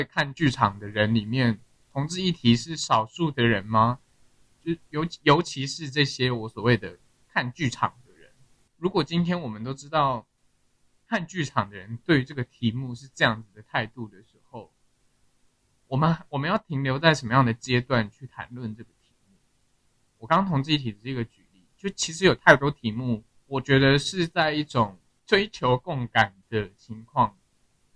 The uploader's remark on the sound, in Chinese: 這幾次的音檔收音部分較糟，但是！我們已經添購新設備！！